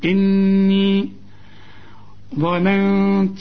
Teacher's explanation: النون الثانية هغنها، والغنة هتكون فيها رقة علشان التاء